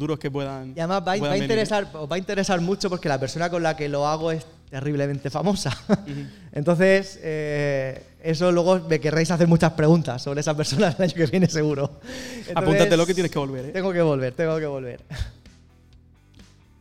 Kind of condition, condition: setting, live audience